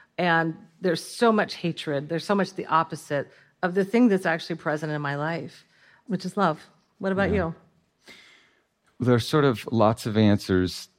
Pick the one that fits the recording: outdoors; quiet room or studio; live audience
live audience